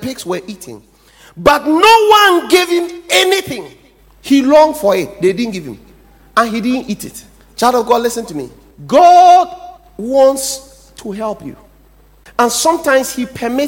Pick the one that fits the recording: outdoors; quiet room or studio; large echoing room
large echoing room